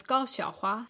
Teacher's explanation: X is somewhat in between an S, S, and an SH, sh. It's like sh.